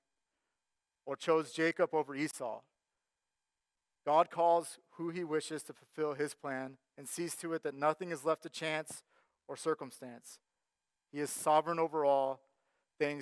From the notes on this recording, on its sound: Sermon Audio from our Worship service